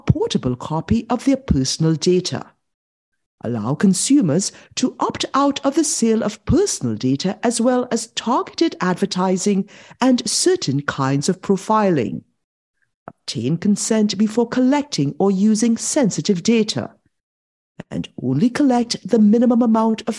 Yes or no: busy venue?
no